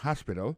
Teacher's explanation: accent tombe sur le premier syllabe, il y a trois syllabes